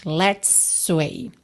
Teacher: Aqui é super importante você saber que você não precisa fazer dois S's.